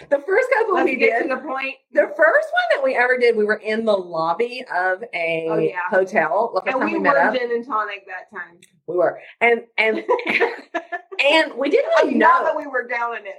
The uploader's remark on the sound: The original audio is from an impromptu (and hilarious) FB Live. So, sorry for not having the best quality audio this time!